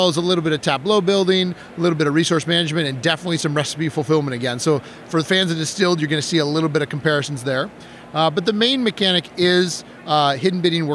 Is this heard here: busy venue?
yes